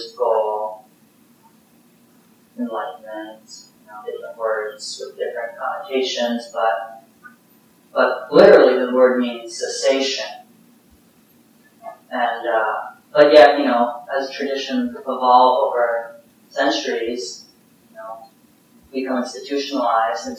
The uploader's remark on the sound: (Common Ground Meditation Center) Note: Poor Audio Quality.